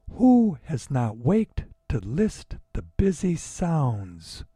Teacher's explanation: every line follows a 10-syllable pattern of unstressed, then stressed syllables · Term: iambic pentameter